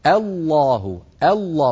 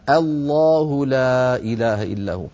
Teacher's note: رقق الهمزة ثم فخم اللام